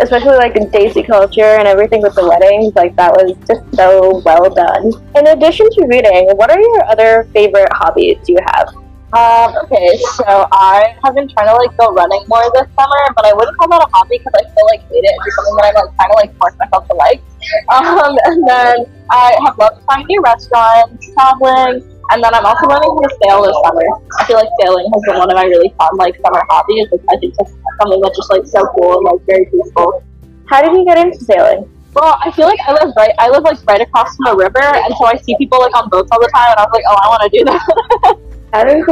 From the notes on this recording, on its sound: apologies for the background noise in this episode